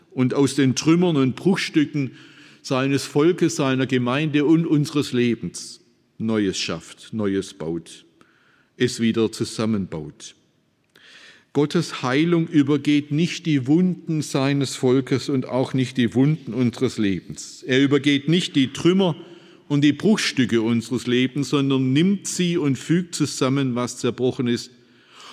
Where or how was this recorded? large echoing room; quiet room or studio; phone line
large echoing room